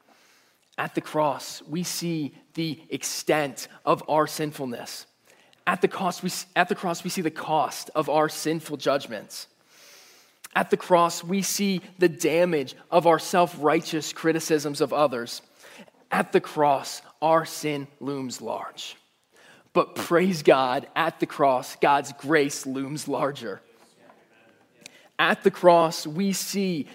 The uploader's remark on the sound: Message Preached at Valley Creek Church